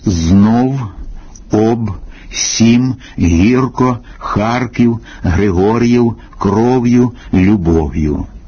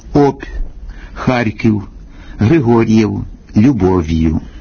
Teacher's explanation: губні «б», «в», «п», «ф», «м» та фонему «р» у кінці слова і складу слід вимовляти твердо · Shown in: first take